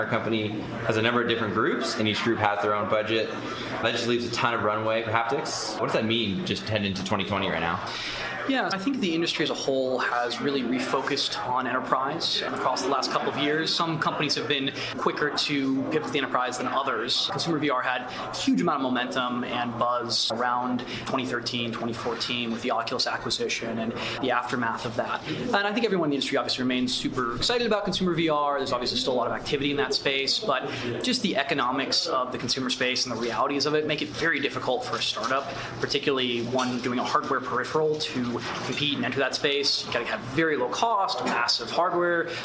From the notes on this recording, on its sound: Live from CES 2020 in Las Vegas!